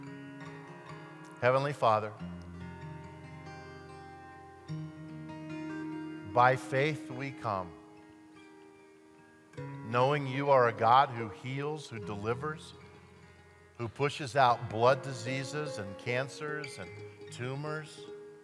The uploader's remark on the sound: at Timberline Church